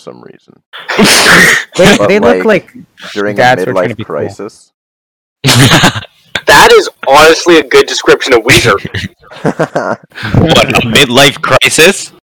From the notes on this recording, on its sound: With this episode, we had to improvise. Can't come to our studio, so excuse our rough audio.